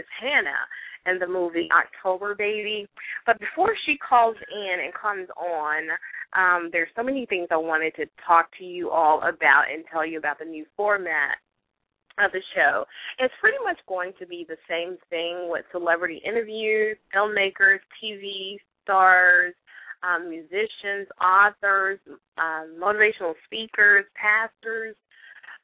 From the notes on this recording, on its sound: a live call in weekly radio show